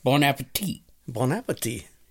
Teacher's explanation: There's no T at the end of it. · Term: last T is silent